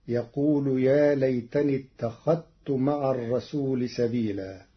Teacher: قرأ ورش كلمة اتخذت بإدغام الذال في التاء حيث إنهما متقاربان صغير وحكمه جواز الإدغام فتصير: يقول يا ليتني اتخذت مع الرسول سبيلا.